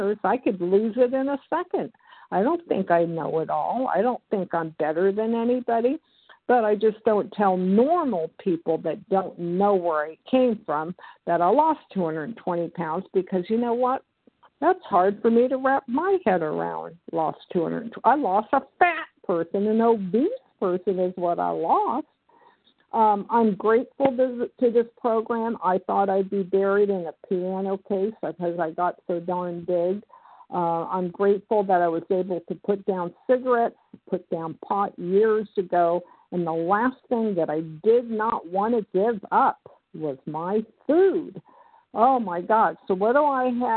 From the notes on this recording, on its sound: from the 100 Pounders Phone Meeting, 5/10/23